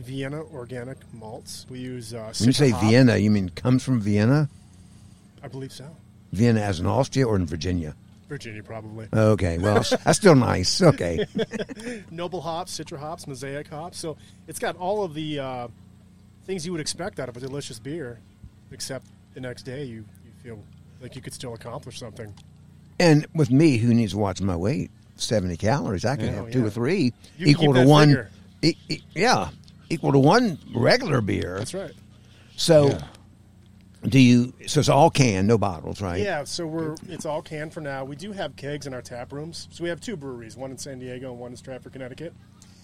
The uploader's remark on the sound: We were invited to show up at the Forest Festival at DuPont State Recreational Forest near Brevard, North Carolina a few weeks ago to record a series of podcasts.